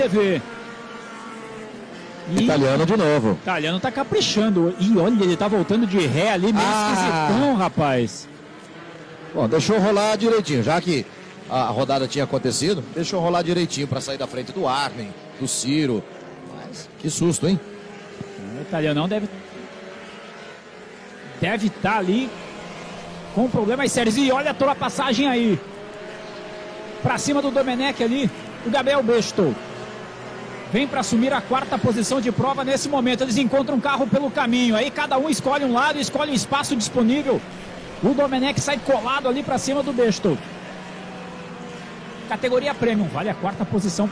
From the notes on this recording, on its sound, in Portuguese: Transmissão AO VIVO da 2ª Etapa 2022 (corrida 1), da Gold Classic, direto do Autódromo Velocitta - Mogi Guaçú (SP).